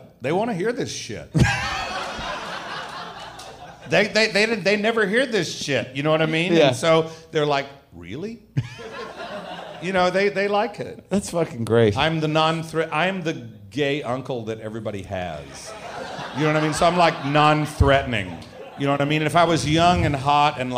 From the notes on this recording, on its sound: At Comix in NYC. A live WTF taping.